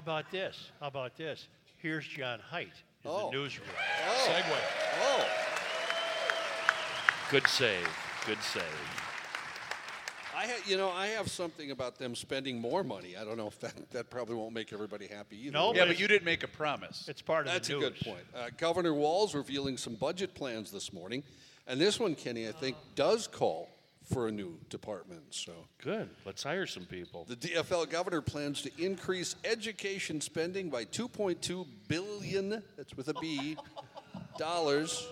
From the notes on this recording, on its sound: We are live at the Hopkins Center for the Arts for the 1,000th Podcast!